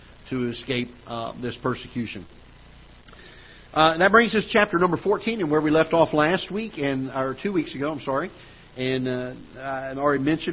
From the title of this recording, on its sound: Ketha Heights Baptist Church ~ Live Broadcast